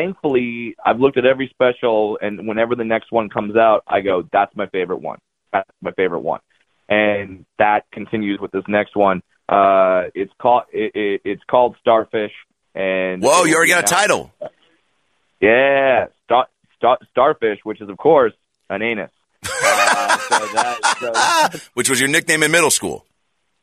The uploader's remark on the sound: In Studio. On The Phone.